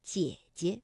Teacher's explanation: 当连读的时候，第一个姐呢我们就把它读成二幺 · 今天我们的问题是，在故事当中有哪些同音字的连读现象，他们是如何变调的呢？来举几个例子哈，比如说像故事当中有很多的象声词，就、黑、哈。那比如说啊，当我们把几个不同的四声字连在一起，救救救救救我，那不是每一个字都能读四声的完整声调的。大家知道四声的调值是五幺，也就是说单独读的时候是救救。但是你想哈，无论是因为时间的关系，或者是语调连在一起的关系，当就就就连在一起的时候，不可能每一个字都从五能够降到幺，所以啊，我们通常把它从五降到三，这个去声就完成了。就就就救我。那像姐姐，那本身呢，姐是重叠名词，那第二个姐呢就要变成轻声了，读得短促而轻 · Term: 赏声